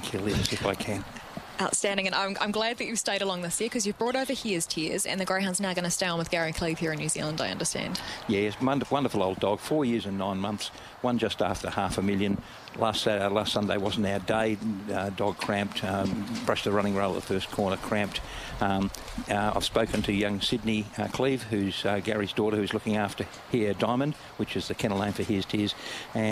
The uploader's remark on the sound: Broadcasting live from the Silver Collar.